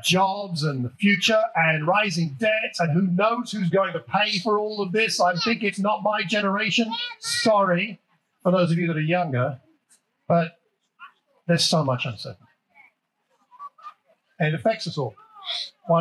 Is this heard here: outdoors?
yes